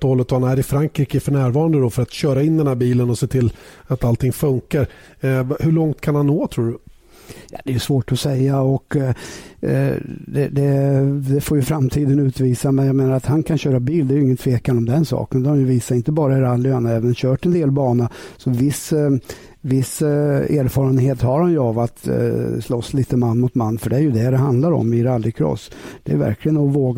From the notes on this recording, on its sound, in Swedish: Vi når per telefon i Frankrike.